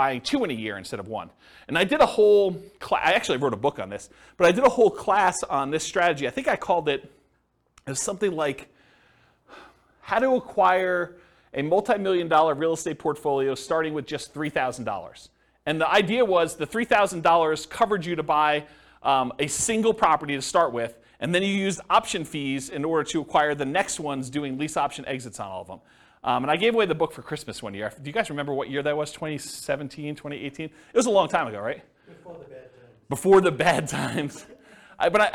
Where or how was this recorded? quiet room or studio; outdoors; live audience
live audience